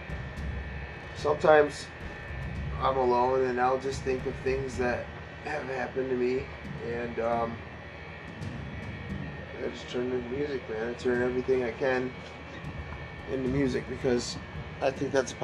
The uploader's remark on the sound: On location at bemos bar in bay city mi